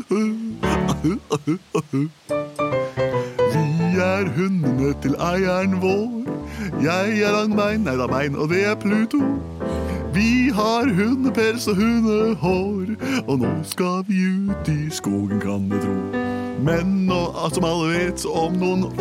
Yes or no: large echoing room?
no